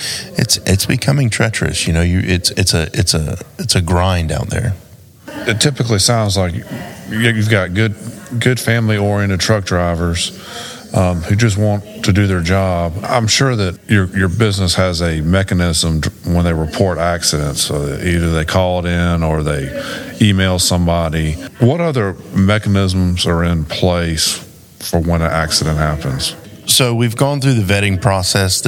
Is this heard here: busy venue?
yes